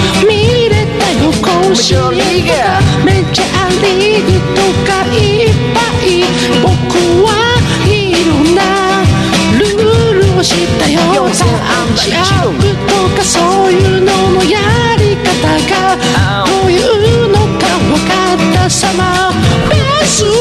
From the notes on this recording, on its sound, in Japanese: 公開収録の模様